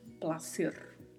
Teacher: E mais uma vez, ao final temos a letra R com o vibrato. Então pronunciamos placer.